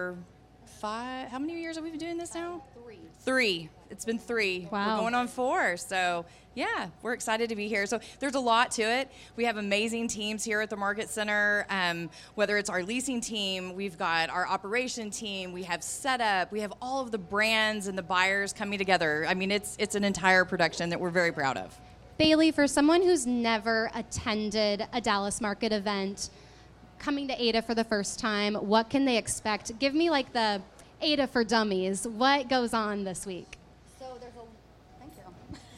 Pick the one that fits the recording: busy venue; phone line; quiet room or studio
busy venue